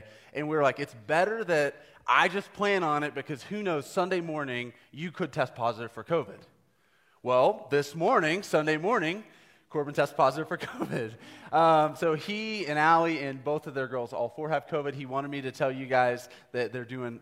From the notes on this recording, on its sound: Live recorded sermon from the Sunday gathering at The Heights Church Denver on 10/31/21. The following episode is a live recorded sermon from the Sunday gathering at The Heights Church Denver.